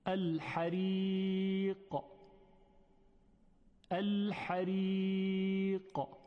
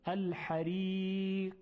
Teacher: ببینید در تلفظ قاف یک حالت قلقله و جنبشی بود، حریق، یعنی یک پرشی داشت این حرف · Shown in: first take